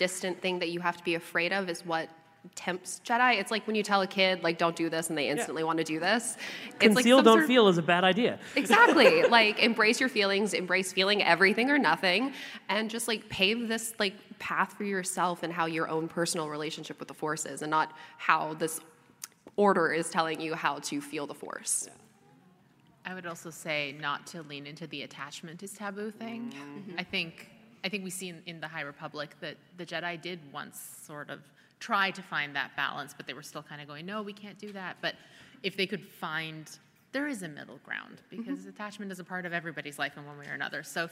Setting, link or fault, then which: setting, live audience